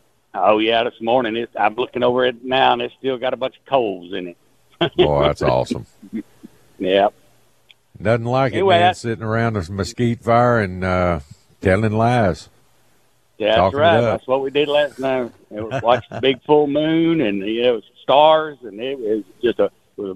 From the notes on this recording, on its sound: We also open the phone lines.